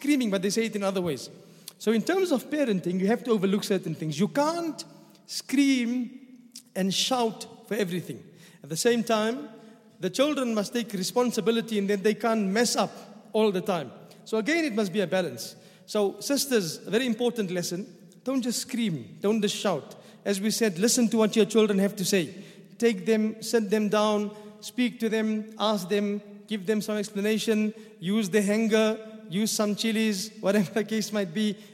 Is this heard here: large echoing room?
yes